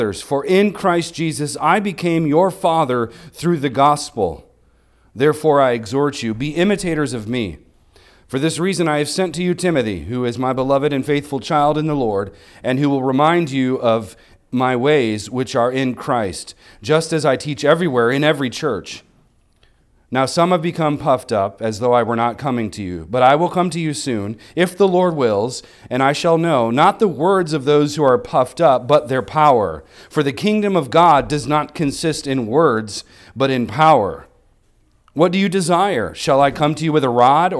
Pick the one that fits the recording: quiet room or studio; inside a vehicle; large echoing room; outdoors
large echoing room